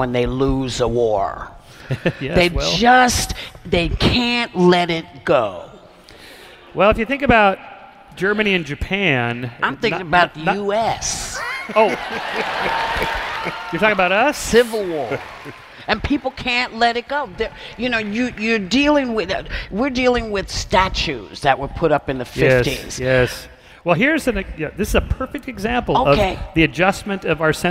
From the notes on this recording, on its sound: Recorded live at Kings Theatre in Brooklyn, NY.